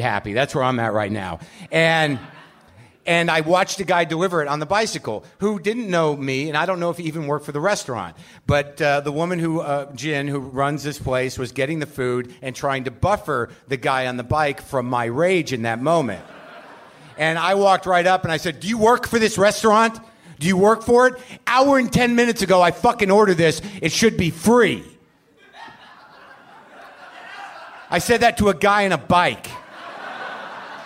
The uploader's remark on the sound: Recorded at The Bell House in Brooklyn.